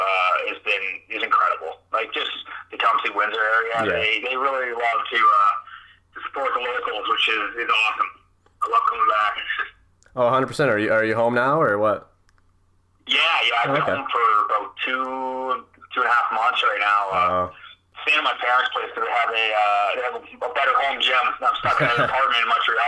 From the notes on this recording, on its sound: on the phone (05:26)